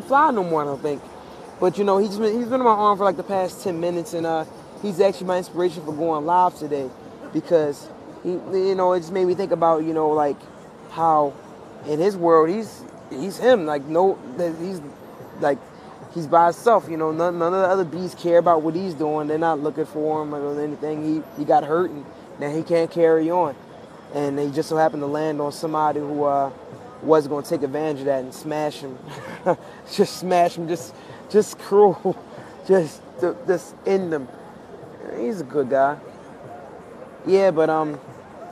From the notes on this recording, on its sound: Live from Union Square Park.